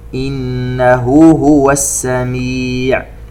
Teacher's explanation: نون مشددة تغن بمقدار 2 حركات